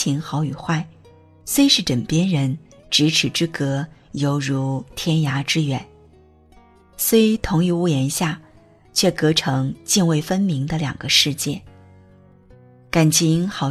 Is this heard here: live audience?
no